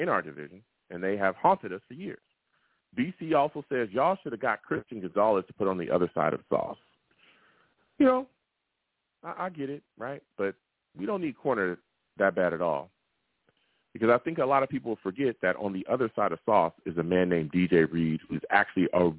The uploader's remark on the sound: I also take live callers!